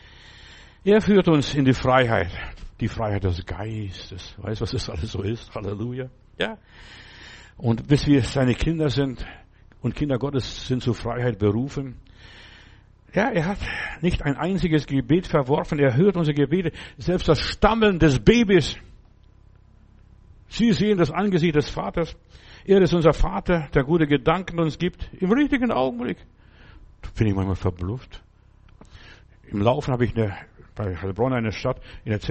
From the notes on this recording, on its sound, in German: im Gemeinde-Zentrum in Berlin aufgenommen